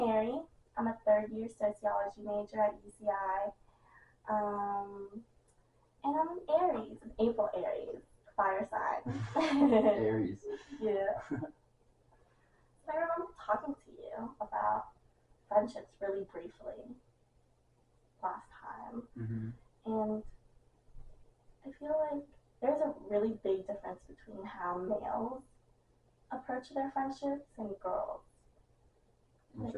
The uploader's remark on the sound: The first fifteen minutes of the podcast, I forgot to record on the actual microphone so it is my camera microphone. I didn’t want to cut it because it was good content so I did my best to salvage it. Good mic audio kicks in now.